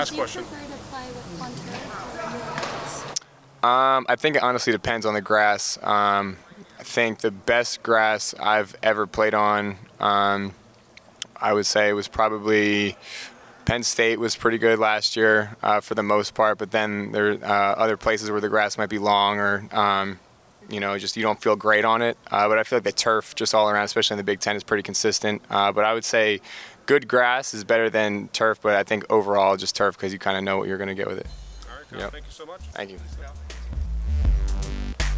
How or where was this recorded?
busy venue